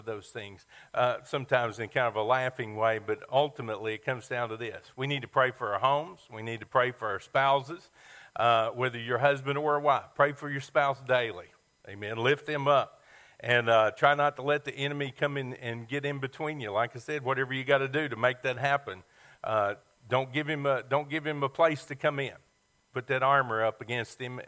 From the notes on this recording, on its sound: Sermon audio from our Mother's Day service